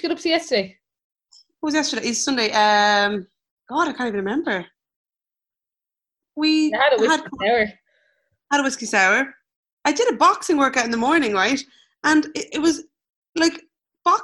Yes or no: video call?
yes